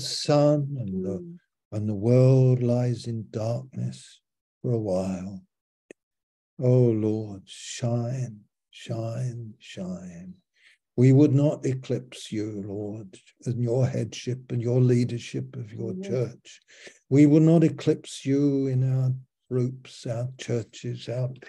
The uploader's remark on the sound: Malaysia Meets (Zoom)